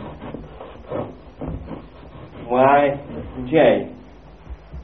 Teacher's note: So we can say this is three levels, because in this hard J you can hear the D